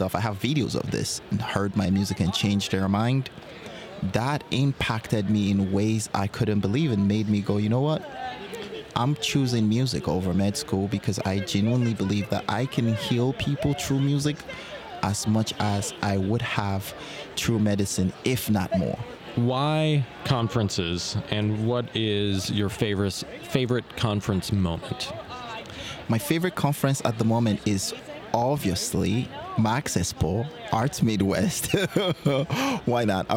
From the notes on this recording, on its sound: Live From Our Booth at MAX